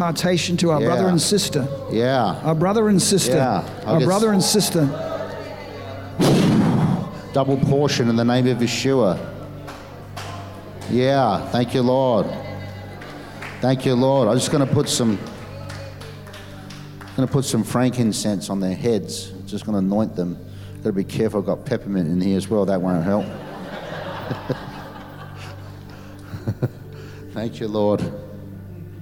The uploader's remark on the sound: during the Saturday afternoon session of the Dreams and Visions conference